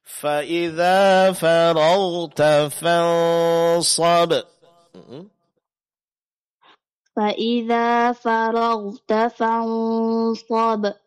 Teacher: karena nun sukun bertemu dengan huruf sad, huruf tebal, maka dengung ikhfa-nya juga ditebalkan.